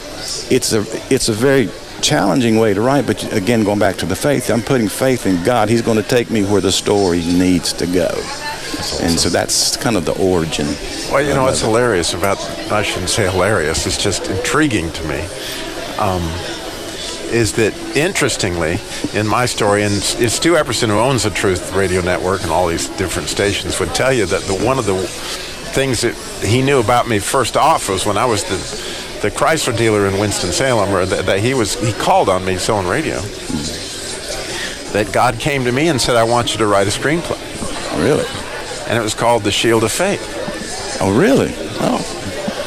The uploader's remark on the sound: Today's show was recorded live at the Carolina Classic Fair.